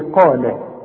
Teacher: القاف مفخمة لكن جنبها اللام لازم ترققها